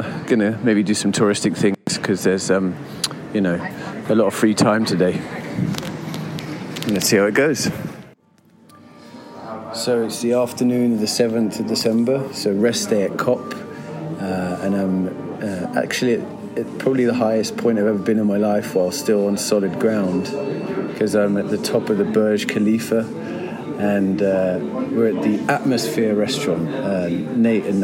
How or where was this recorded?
busy venue